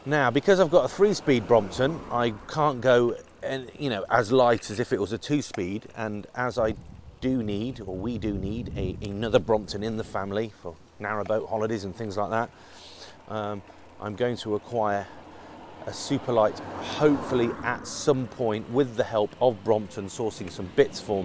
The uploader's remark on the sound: Testing a Shure lav mic on my Brompton